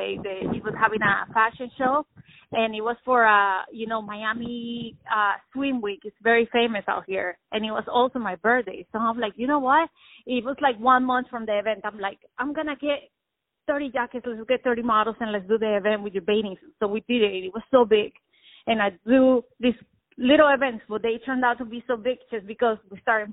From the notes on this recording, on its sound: On the phone